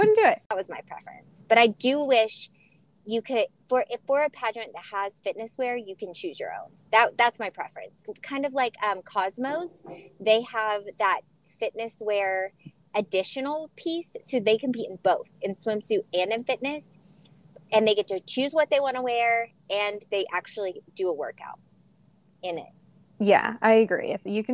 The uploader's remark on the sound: Was in the car for this one, so it’s raw and real, but so much fun!